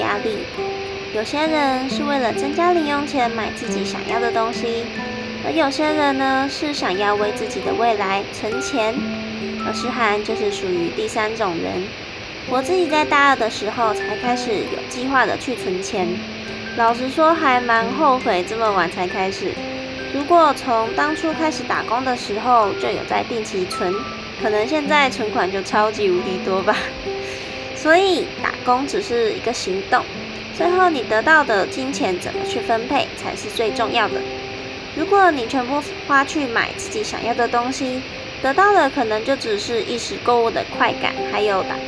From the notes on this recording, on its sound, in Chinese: 背景都有些雜音， 目前還是想如何調整訪問的錄製方法， 有透過後製盡量降低，但還是有點大聲